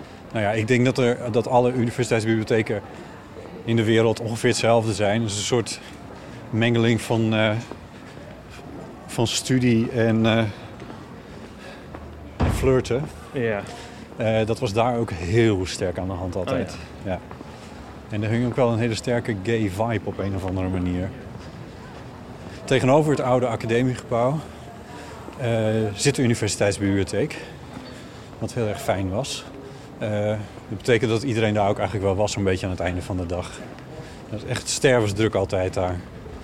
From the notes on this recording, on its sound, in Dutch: De Eeuw is een trouwe gast op het Podcastfestival, al vanaf het prille begin. Naar Groningen, om daar een wandelaflevering te maken.